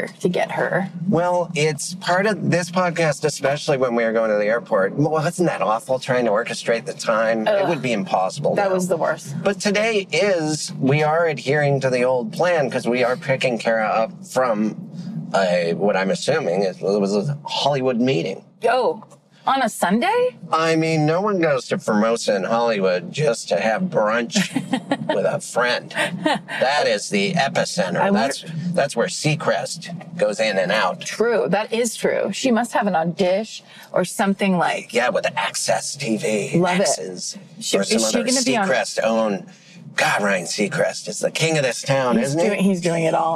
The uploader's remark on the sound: In the Car